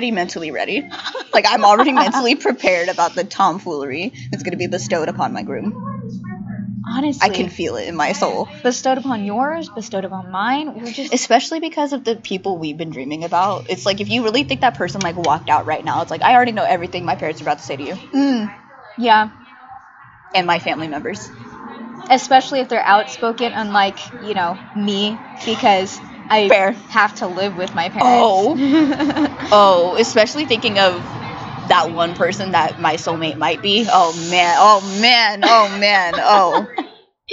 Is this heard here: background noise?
yes